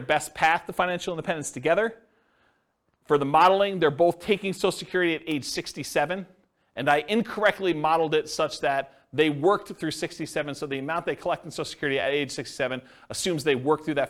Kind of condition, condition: setting, live audience